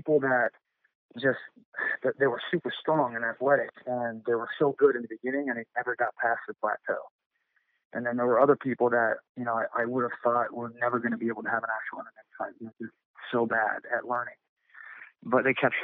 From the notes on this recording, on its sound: On today’s episode via phone.